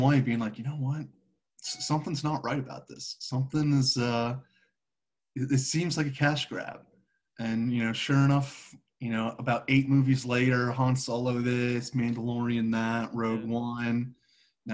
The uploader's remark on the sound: Two cousins on a zoom conference commence a podcast discussing challenges and muses of every day life from a long distance.